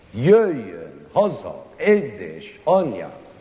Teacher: It's because the Hungarian language has a strange thing about it. Almost all the words in it are accented on the first syllable.